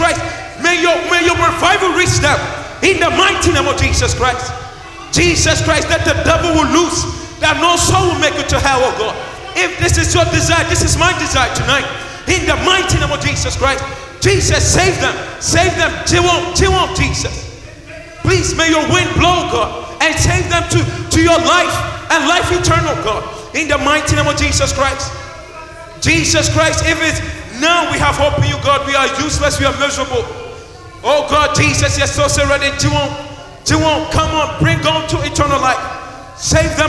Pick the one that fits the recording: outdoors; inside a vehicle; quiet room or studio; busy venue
busy venue